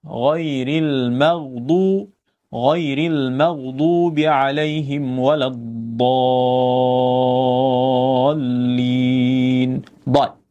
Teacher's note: Yang ada di dalam bahasa kita ataupun pertuturan bahasa Melayu kita ialah dal. Huruf yang hampir dal. Tetapi bila ditebalkan, dia jadi dad. · Term: huruf dad